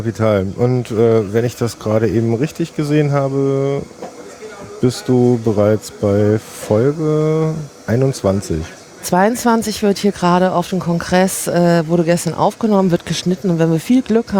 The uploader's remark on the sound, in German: Live vom 32ten Chaos Communications Congress